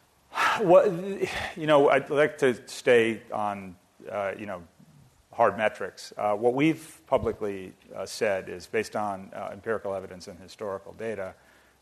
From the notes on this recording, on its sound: This program was recorded in front of a live audience at The Commonwealth Club on January 13, 2011